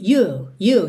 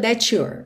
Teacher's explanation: ele faz o R britânico e não enrola a língua · Shown in: first take · O R tá só prolongando o U. Se você enrolar a língua, that you're, ok?